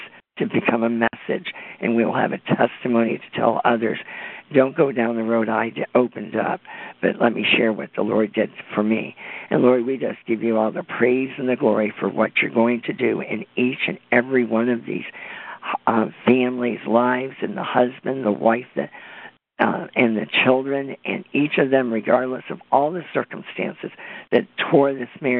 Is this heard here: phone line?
yes